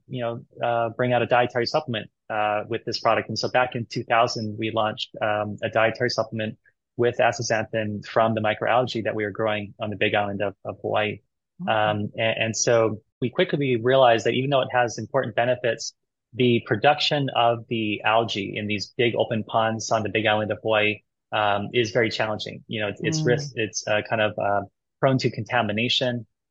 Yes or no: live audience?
no